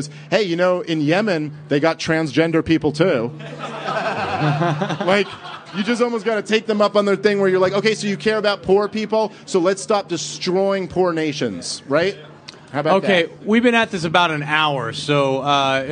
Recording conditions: live audience